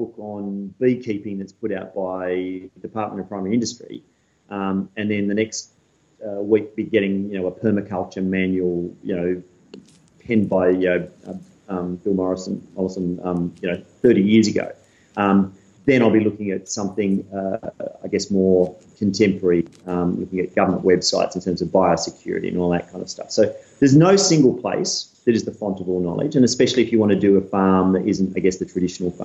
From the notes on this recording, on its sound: Skype interview.